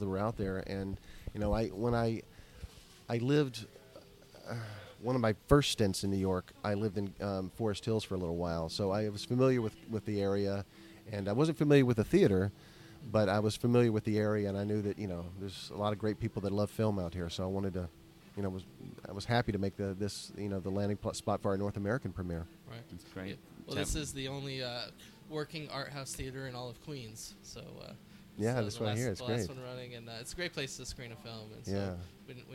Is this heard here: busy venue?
yes